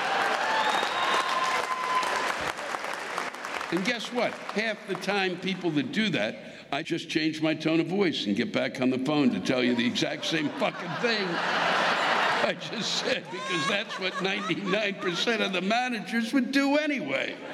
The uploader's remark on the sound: This week’s live rants come from the Embassy Theater in Fort Wayne, Indiana.